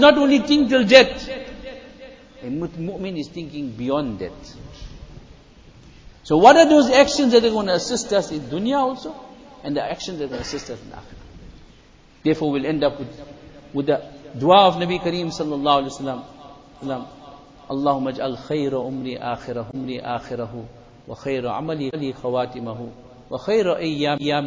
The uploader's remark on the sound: Jumuah Lecture at Masjid E Noor